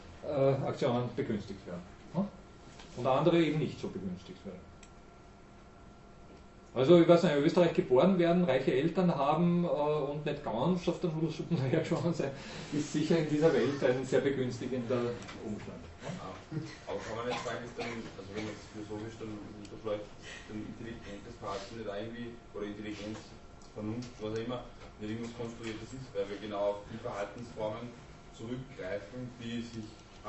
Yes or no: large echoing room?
yes